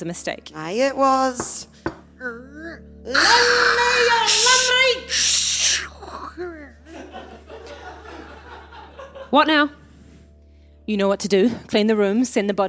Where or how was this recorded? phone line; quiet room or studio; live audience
live audience